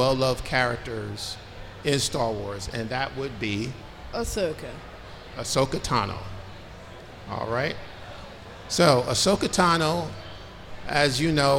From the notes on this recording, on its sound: A Special FATHER.SON.GALAXY. Panel at FANEXPO Chicago 2023. Recorded at FANEXPO Chicago.